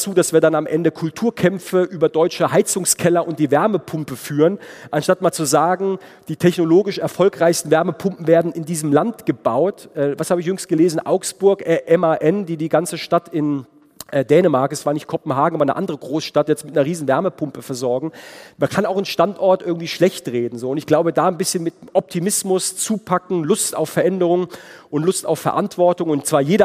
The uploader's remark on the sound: Bodensee Youth Conference. Keynote des baden-württembergischen Finanzministers mit anschließender Diskussion und Publikumstalk. Took questions from the audience. Produktion: Zeppelin Universität in Zusammenarbeit mit ZF.